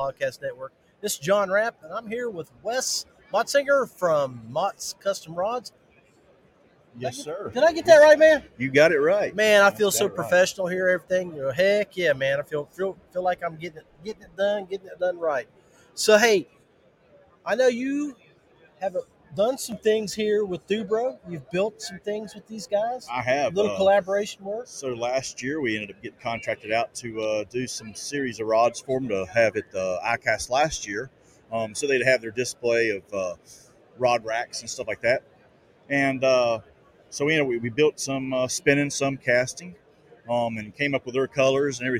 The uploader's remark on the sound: Live From ICast- Mots Custom Rods & Reels.